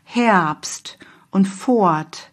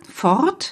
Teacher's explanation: dieses R, Fort, wird eher zu einem A